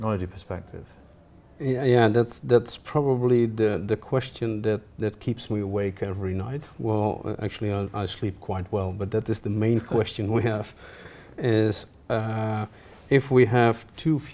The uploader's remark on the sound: This episode was recorded live at the Global Smart Energy Summit 2018.